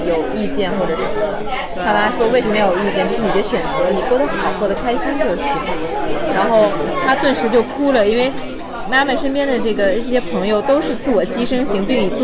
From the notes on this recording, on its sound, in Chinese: 在法国作家波伏娃最爱的花神咖啡馆一起聊聊。由于我们见面录音的地方是一家咖啡馆，希望周围的声音可以把大家带到巴黎带到我们身边。